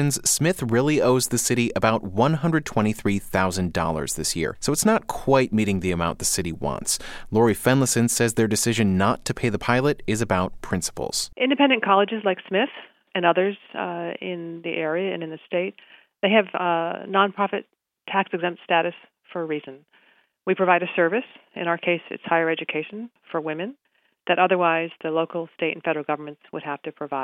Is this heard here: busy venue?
no